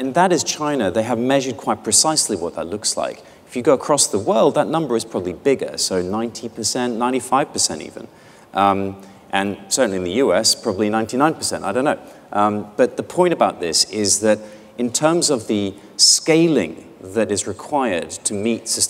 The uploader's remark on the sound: The best of live interviews from GreenBiz events.